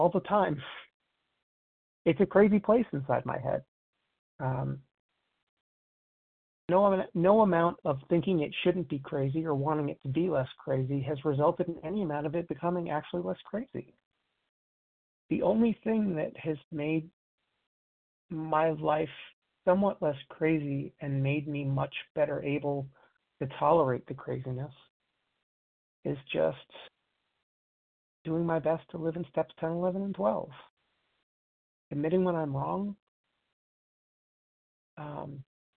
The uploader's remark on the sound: 100 Pounders Phone Meeting